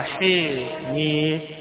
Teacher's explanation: اللي يقرأها بالتقليل ورش أو الأزرق عن ورش يقرأها فيقلل هذا الحرف، يقول حاميم عين سين قاف. يقرأها ابن ذكوان ويقرأها شعبة عن عاصم وحمزة والكسائي وخلف بالإمالة